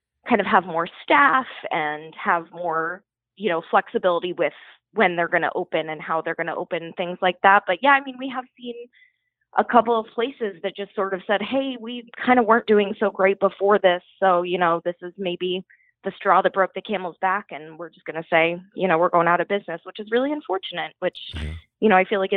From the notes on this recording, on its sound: Takes a few calls from everyday hard working people who have been directly affected by the pandemic.